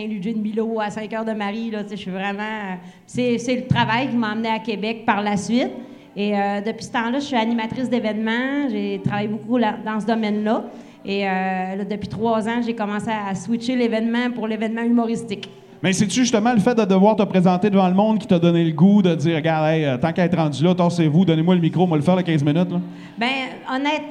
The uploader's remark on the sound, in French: Enregistrés au Lion Bleu dans le cadre du Festival d'humour d'Alma.